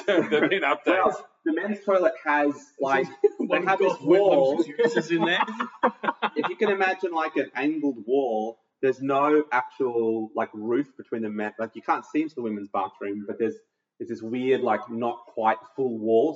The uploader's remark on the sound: Fuck Up Their Audio (Sorry - we'll get it right next week we promise!).